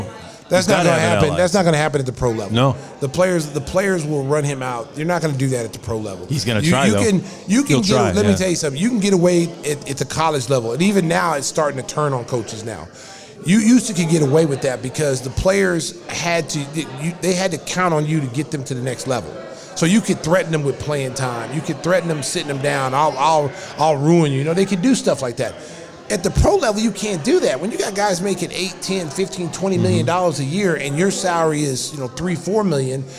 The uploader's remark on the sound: Live From Salutos in Gurnee